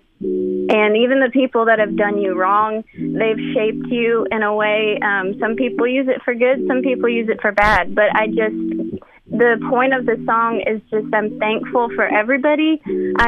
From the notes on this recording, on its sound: Joins the MY-101.5 morning show by phone.